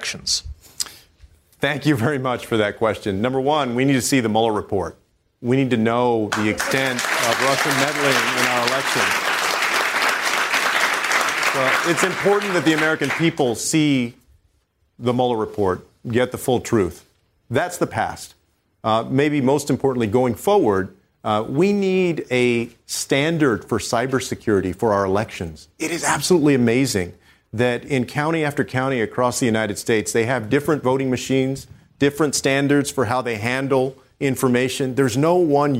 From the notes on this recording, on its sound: answers questions during a live town hall